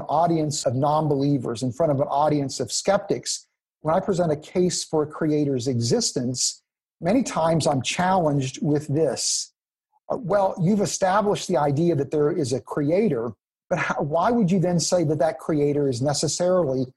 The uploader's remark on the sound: 2020 Zoom Conference.